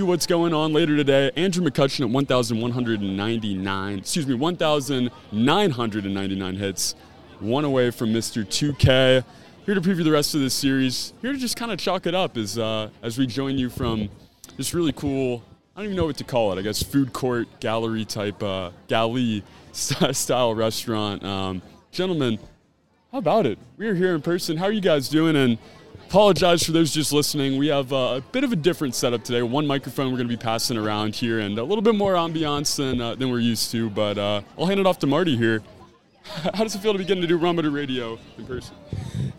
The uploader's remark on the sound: Rum Bunter Radio Live from the Federal Galley in Pittsburgh!